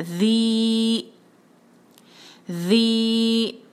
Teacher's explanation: مد تبعی ہے تو دو حرکہ ذی ذی، آگے ہے ن چھوٹا کیونکہ اس پر ایک حرکہ بس، تو یہ ہو گیا.